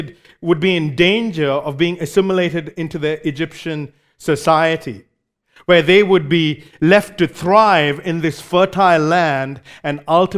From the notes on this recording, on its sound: Recorded live at Grace Community Bible Church.